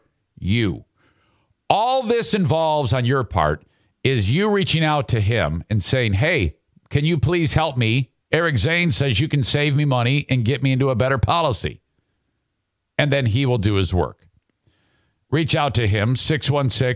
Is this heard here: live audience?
no